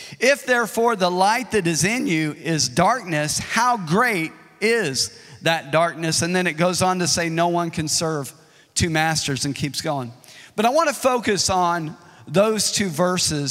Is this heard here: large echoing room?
yes